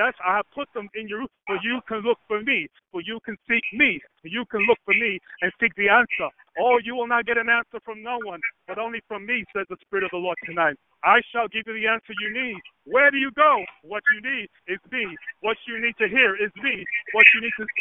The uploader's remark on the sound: towards the end of the conference call